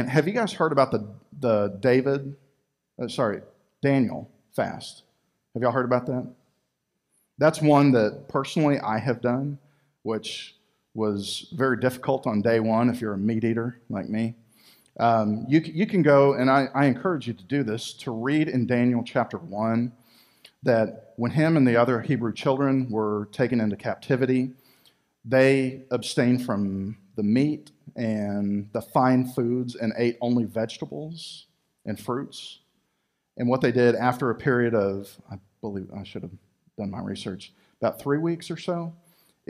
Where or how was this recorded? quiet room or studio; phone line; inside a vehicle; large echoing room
large echoing room